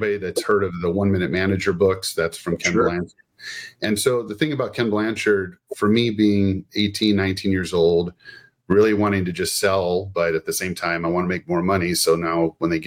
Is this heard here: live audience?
no